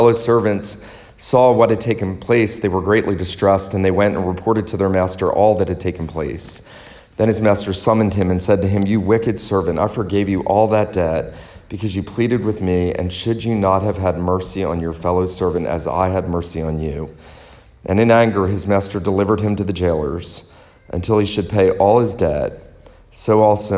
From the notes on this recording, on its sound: This sermon was preached at Christ Reformed Baptist Church on Lookout Mountain, TN